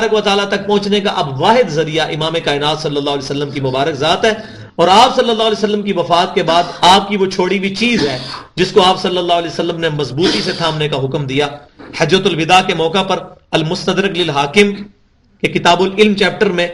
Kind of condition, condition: setting, large echoing room